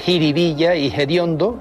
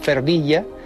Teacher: aspiran la F inicial de determinadas palabras populares. · Shown in: first take · Así se dice jiribilla y hediondo, en lugar de los originales ferbilla, que es una palabra de procedencia portuguesa, y fediondo, del latín foetibundum.